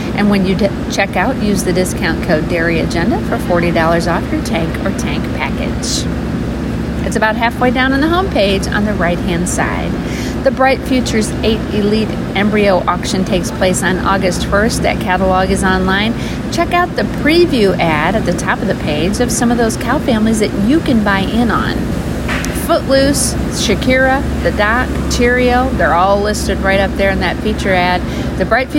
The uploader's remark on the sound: WE are LIVE at the Elkhart County Fair